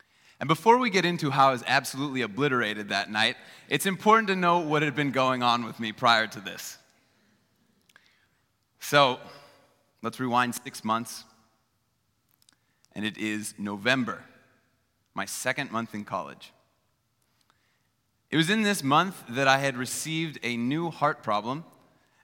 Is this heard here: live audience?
yes